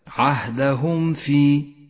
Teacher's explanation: الميم الساكنة تكون أشد إظهارا إذا جاء بعدها حرف الفاء، تظهر من غير غنة أو تشديد · Term: الإظهار الشفوي